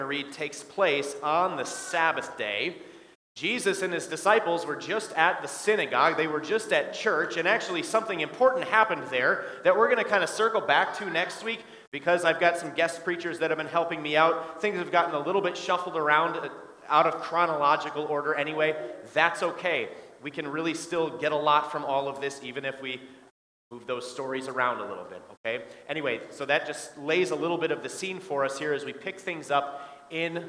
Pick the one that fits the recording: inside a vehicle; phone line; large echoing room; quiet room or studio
large echoing room